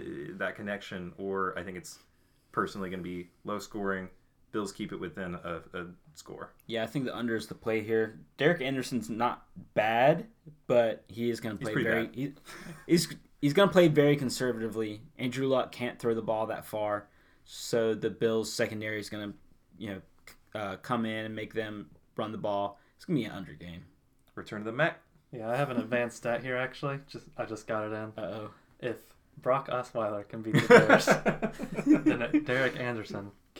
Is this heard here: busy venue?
no